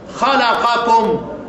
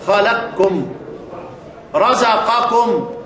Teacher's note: خلقكم، ادغم خلقكم، حولت القاف إلى كاف وسكنته وأدغمته في اللي بعد منه · Term: إدغام محض